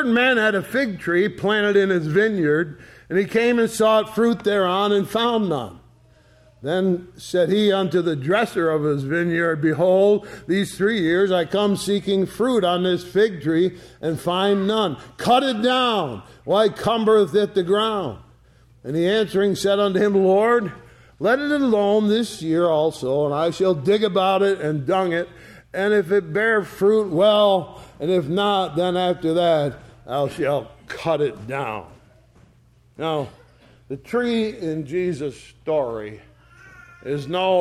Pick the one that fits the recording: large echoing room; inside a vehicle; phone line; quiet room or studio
large echoing room